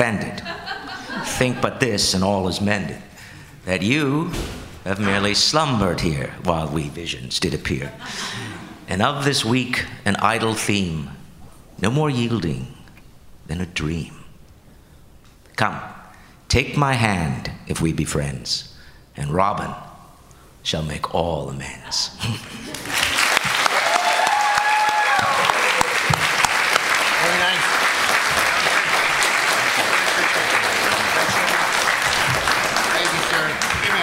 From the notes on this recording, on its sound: Recorded Live At Star Trek: Mission New York.